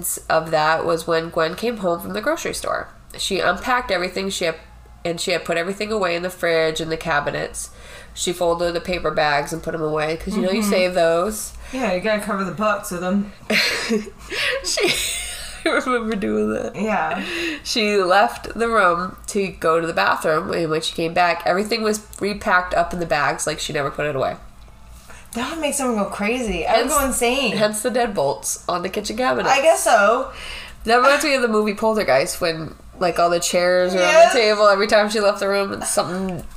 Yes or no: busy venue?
no